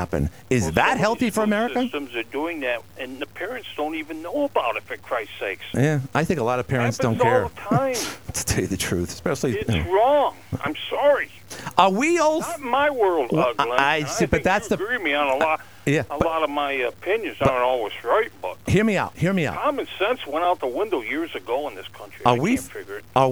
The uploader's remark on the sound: fielded calls throughout